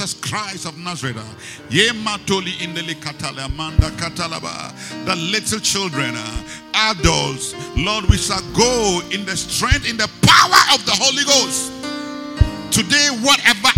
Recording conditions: large echoing room